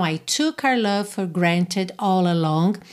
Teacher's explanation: Frequentemente, essa palavra our, nosso, nossa, nossos, nossas, acaba ficando reduzida ao som da letra R.